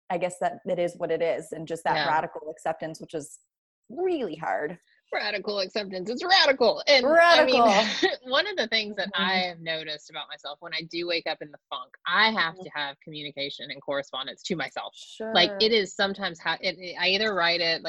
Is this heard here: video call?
yes